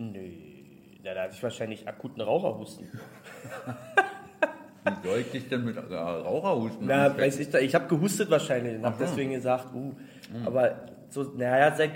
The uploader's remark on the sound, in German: Der Livepodcast